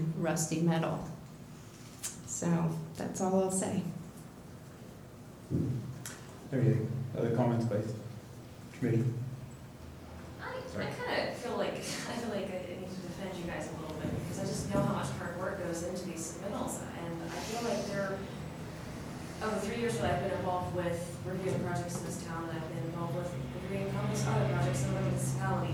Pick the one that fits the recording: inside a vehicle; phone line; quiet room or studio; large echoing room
large echoing room